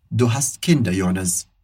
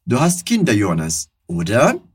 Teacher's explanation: Mas ela sobe no final da frase por conta do oder. · Shown in: second take